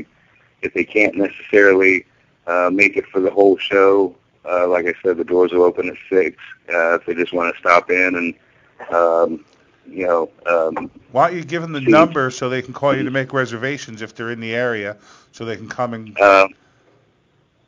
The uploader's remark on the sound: In the studio to share stories. Called in to talk to us.